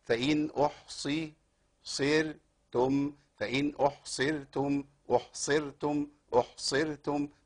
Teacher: الصاد حرف تخين قوي كده والراء حرف ضعيف مرقق كده، لانها ساكنه بعد ايه؟